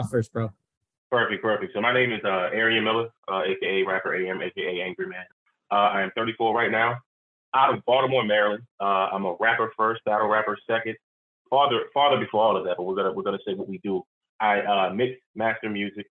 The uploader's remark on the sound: On a Sunday conference call. All while playing drinking games.